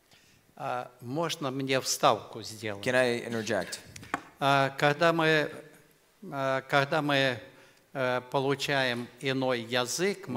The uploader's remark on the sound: In today's service we have the Q and A Forum panel, where our pastors are answering the questions from the audience(from our youth).